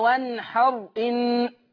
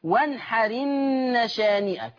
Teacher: وانحرن، مش بقى وانحر ان، لا، شيل الهمزه، انقل الحركه بتاعتها للحرف الساكن اللي قبل منها · Shown in: second take